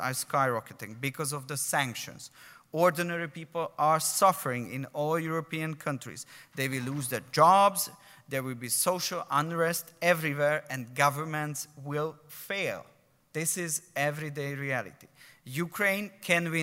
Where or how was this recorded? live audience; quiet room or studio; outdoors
live audience